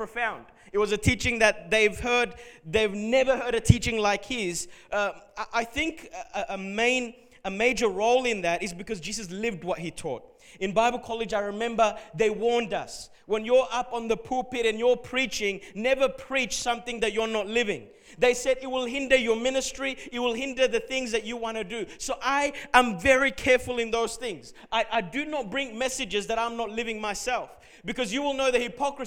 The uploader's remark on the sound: Recorded at Revive Church Melbourne